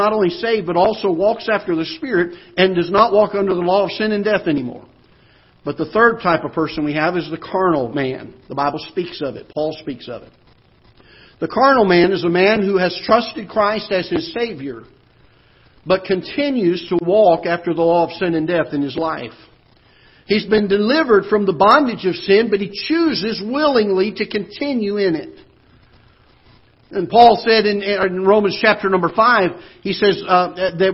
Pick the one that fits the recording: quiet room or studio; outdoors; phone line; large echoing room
large echoing room